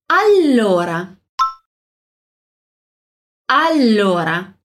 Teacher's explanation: E aqui a gente tem uma dupla consonante no L, né? Um duplo L aqui. Então, aqui a gente vai demorar ali na pronúncia.